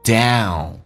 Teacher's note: down 怎么发，美式发音先发 a 再发 u